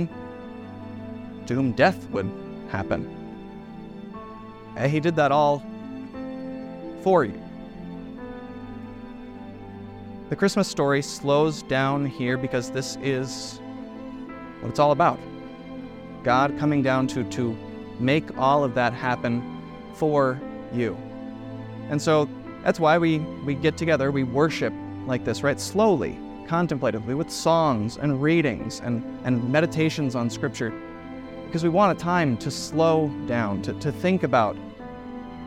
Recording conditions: large echoing room